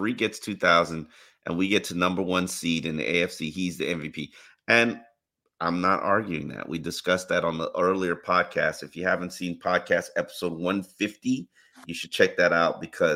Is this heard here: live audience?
no